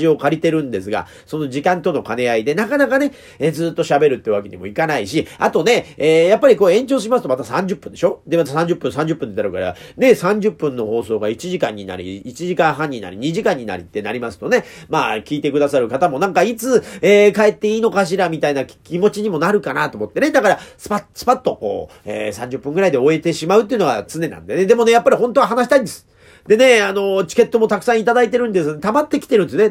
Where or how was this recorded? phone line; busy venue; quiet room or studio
quiet room or studio